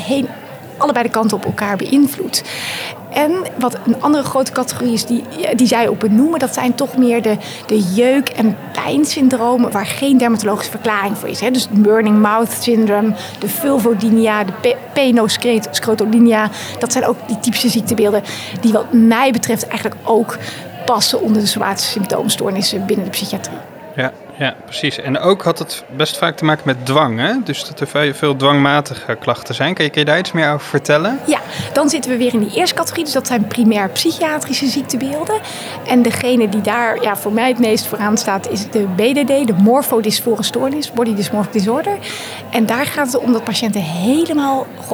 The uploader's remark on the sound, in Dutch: Live vanaf het Nationaal Congres Farmacotherapie in de Psychiatrie. Live vanaf het Nationaal Congres Farmacotherapie in de Psychiatrie.